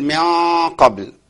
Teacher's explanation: طب ما انت كده هتجيب، هترفع اقصى اللسان فهتمكن لمخرج القاف، فكانك بتعمل ادغام